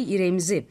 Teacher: R sesiyle başlayan kelimelerin önüne İ sesi geliyor